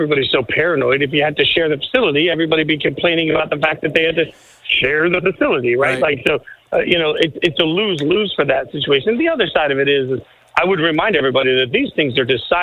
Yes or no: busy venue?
yes